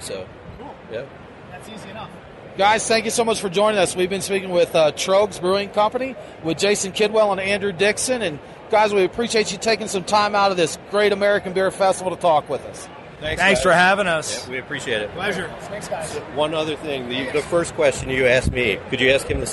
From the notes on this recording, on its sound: This interview was recorded at the 2016 Great American Beer Festival in Denver.